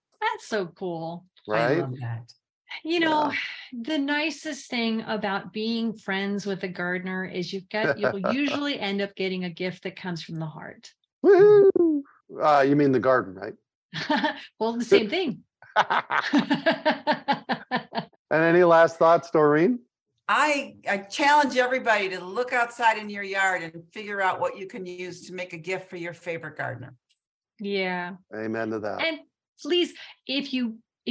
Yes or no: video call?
yes